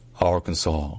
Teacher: on disait les Arkansas, avec un S à la fin qui était muet.